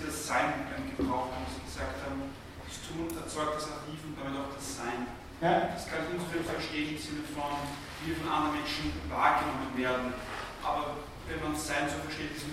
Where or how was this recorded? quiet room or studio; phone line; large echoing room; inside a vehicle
large echoing room